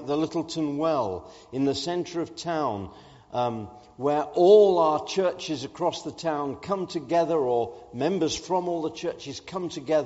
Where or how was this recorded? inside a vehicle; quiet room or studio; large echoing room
large echoing room